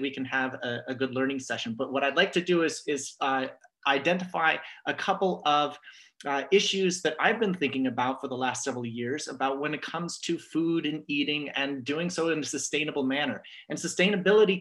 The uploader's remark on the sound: This audio was captured from Zoom. As part of Yom Iyyun on Food Ethics.